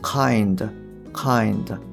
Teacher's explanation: この時の D の音っていうのはですね、そんなに舌先を前歯のところまで持っていかないんですよね